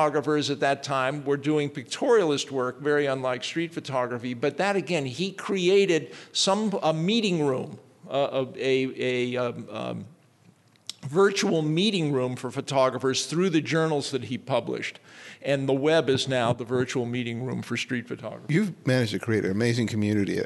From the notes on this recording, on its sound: Held at the DNJ Gallery the panel held in front of a live audience.